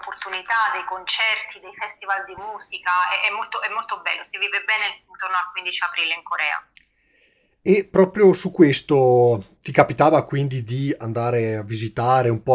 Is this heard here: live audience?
no